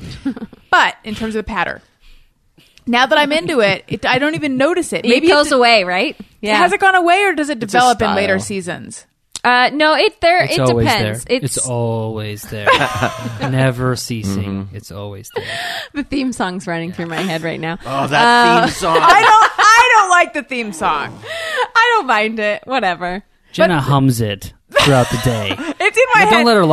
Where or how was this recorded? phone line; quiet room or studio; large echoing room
quiet room or studio